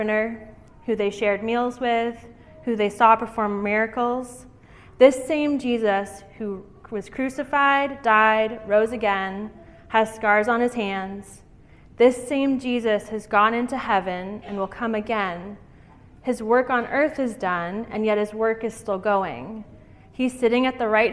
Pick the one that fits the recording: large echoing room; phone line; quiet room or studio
large echoing room